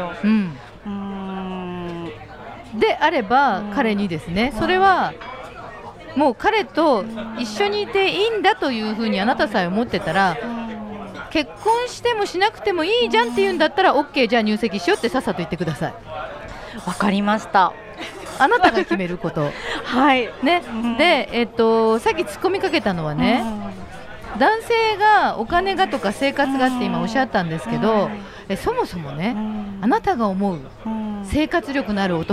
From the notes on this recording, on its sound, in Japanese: 公開収録PARTYPARTⅡ。オーガニックワインバー喃喃 麻布十番ストアより公開収録！会場にいるリスナーの悩みに。